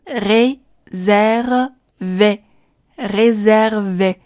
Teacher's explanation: 一个是别口的 a，一个是基于这个 a 之上，再把上下的幅度打开一点，发出比较大口的，哎的音 · IPA: [rezɛrve]